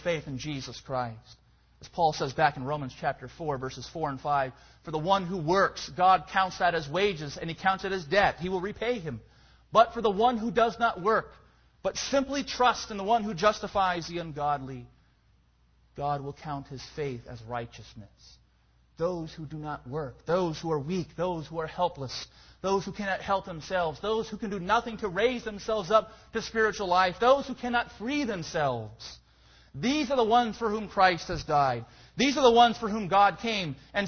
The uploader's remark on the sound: Preached at Escondido URC.